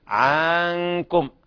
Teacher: وينبه على أن يحذر القارئ من إشباع الحركة إذا كان الحرف مفتوح حتى لا يتولد بعده مد بالألف، مثل قوله تعالى عنكم، فنقول في الإخفاء عنكم ولا نقول عنكم. بعض الناس يبالغ في الفتحة فيتولد منها ألف مدية عنكم هكذا، طبعا هذا خطأ، الصواب عنكم بهذه الطريقة.